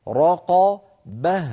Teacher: بعد أن نقول راق نفخم الراء والقاف، به نعود فنرقق الباء ونرقق الهاء